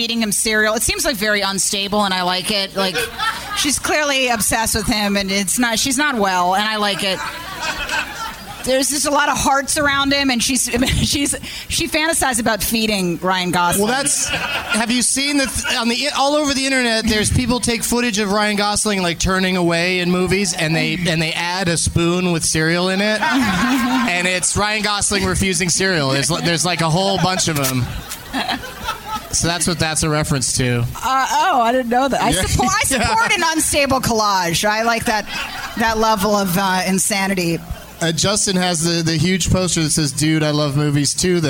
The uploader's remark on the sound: Live from Hyenas Comedy Club in Dallas, TX